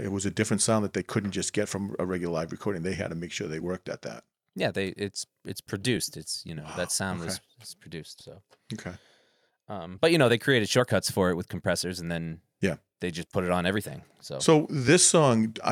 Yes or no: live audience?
no